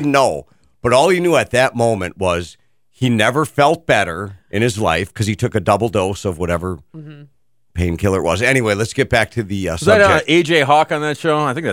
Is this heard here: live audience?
no